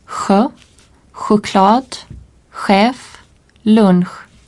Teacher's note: la friction ne se produit pas à la pointe de la langue, mais à la hauteur du dos de la langue, et les lèvres sont projetées en avant et arrondies.